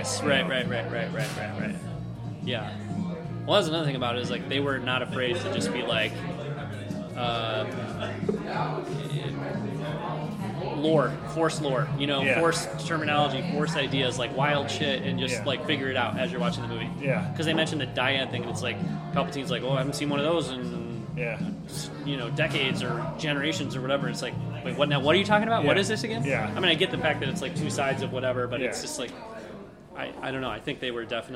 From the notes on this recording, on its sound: terrible audio quality and terrible blues music pumped your way from a recording done at a local bar